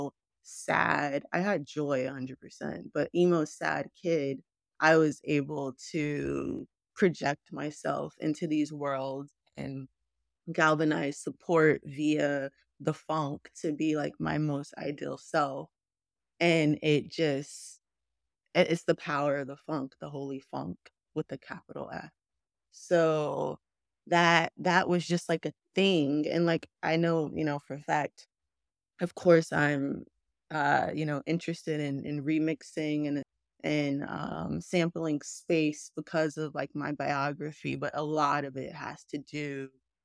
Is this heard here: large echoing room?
no